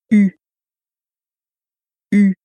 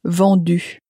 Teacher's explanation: And a lot of the verbs which end in re, in the past tense, they replace that re with that sound we've started to get familiar with. It's the u sound, which again you make by rounding your lips and saying e, but at the same time as keeping your lips rounded.